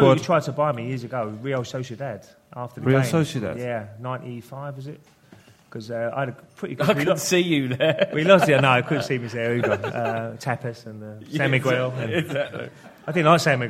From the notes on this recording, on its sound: In the second part of the LIVE show